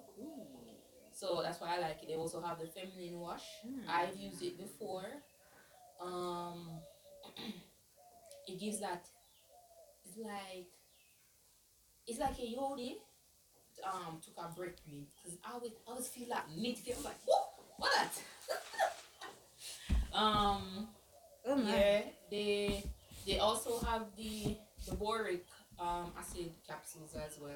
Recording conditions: poor sound quality